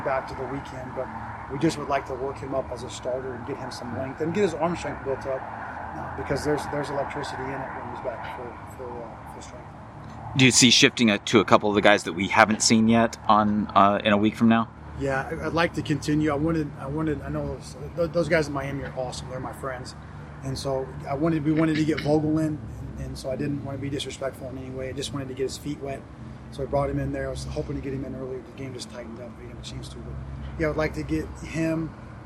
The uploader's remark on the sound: Met with the media following the Hoosiers' 12-6 win over the RedHawks.